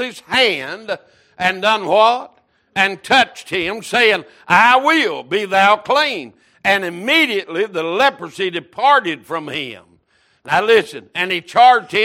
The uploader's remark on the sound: Wednesday Evening Service